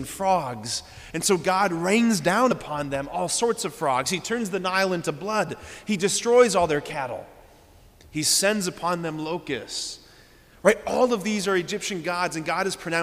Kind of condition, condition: setting, large echoing room